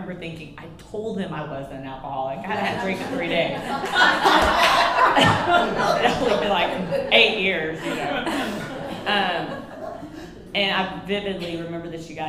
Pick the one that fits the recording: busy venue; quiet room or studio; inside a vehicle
busy venue